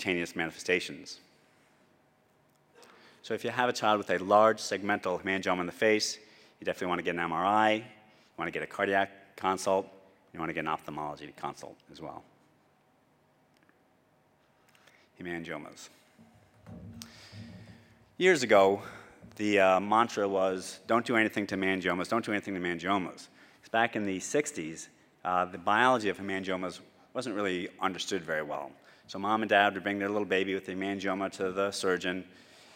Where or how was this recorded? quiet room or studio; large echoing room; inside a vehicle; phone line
large echoing room